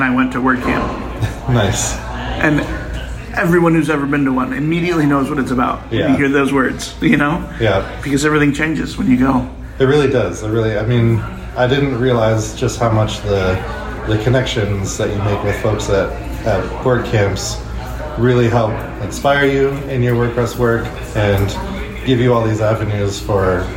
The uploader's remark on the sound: WordCamp Birmingham Hallway Chats.